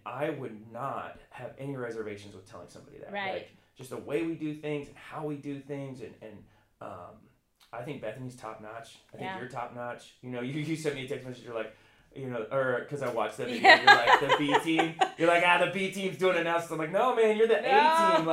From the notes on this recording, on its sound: We had a small mic issue for this episode and will have that corrected for next week.